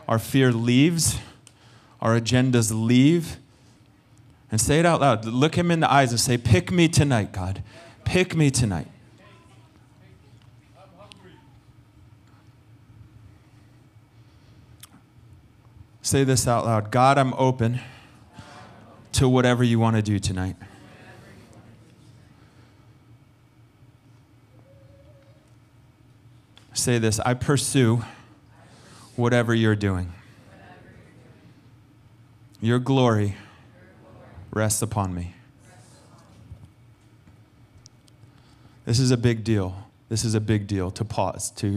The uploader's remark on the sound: Recorded sunday evening service